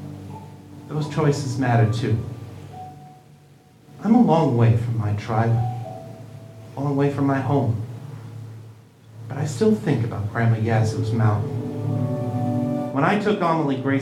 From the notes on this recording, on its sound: LIVE at Balticon 51